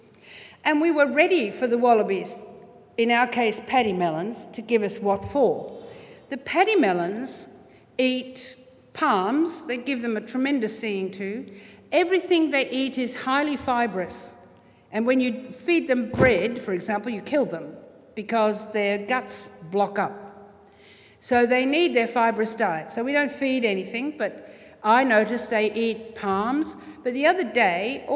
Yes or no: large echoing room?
yes